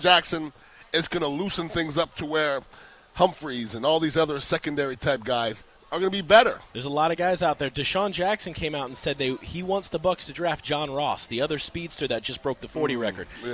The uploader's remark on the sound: live from Oak & Stone in Sarasota